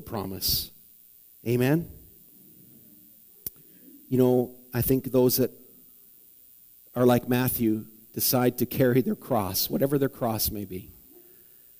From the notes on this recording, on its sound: preached at the Morinville Alliance Church.